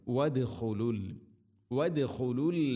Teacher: വദ് ദാലിനെ ഖൽഖല ചെയ്യണം